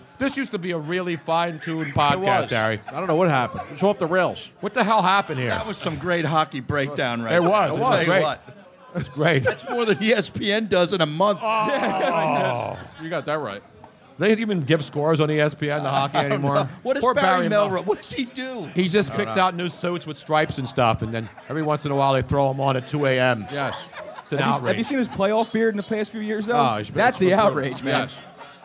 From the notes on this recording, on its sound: LIVE from the JughandleInn. A very special 2yr anniversary show at the Jughandle Inn in Cinnaminson, NJ.